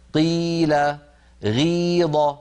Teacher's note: يتجلى أكثر ما يتجلى في المكسور، لما نقول مثلا قيل غيظ لاحظوا بأن القاف ضعفت جدا والغين ضعفت جدا لما انكسرت، لأن الاستعلاء يشدها إلى أعلى والكسر يشدها إلى أسفل فيتعاكسان